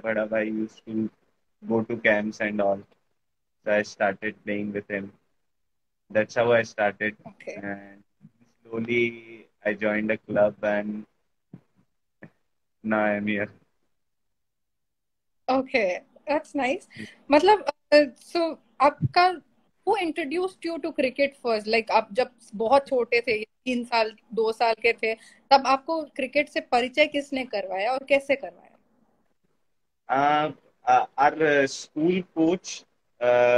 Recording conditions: video call